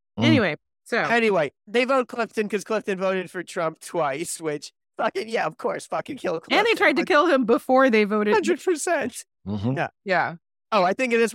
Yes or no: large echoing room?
no